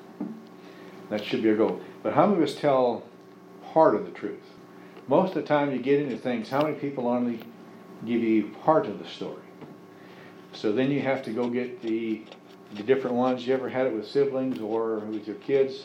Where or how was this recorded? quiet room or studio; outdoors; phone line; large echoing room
large echoing room